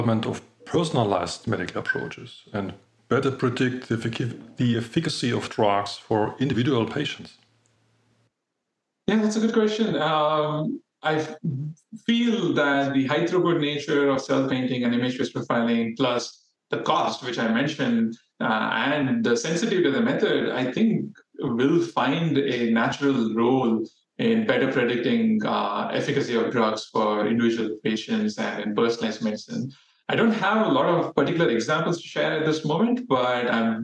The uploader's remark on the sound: The webinar was recorded on Friday, January 12, 2024